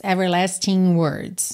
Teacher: a junção de everlasting e words ficou com aquele som nha, nha, como NH em português